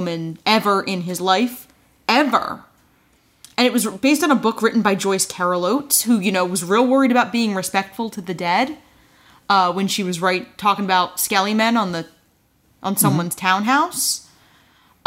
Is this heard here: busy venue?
no